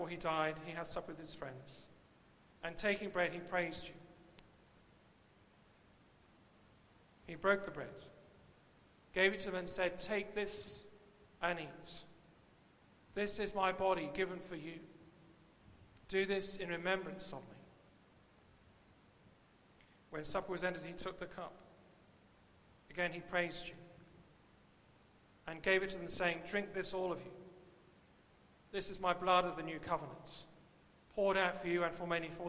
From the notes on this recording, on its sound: Christ Church, Bayston Hill (UK)